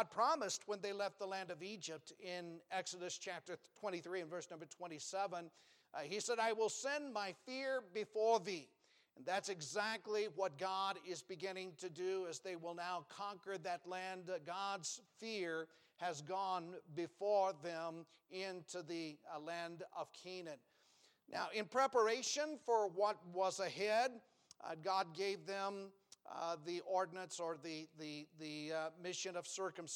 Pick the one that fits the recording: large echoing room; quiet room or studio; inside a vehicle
large echoing room